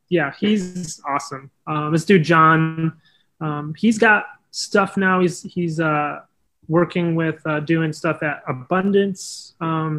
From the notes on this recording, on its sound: Recorded Live on Zoom